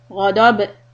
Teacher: When you stop on ba, put a qalqala on it.